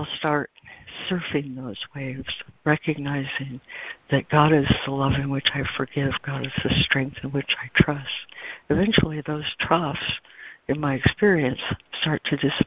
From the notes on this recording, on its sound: ACIM Daily Conference Call